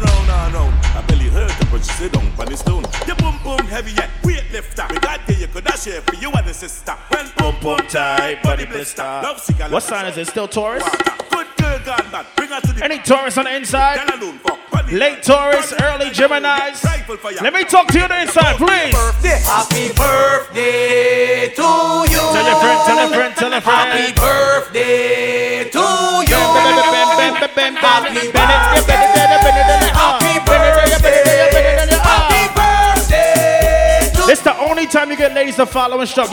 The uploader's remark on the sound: Live Audio From Cups N Convos Game night inside Polygon BK.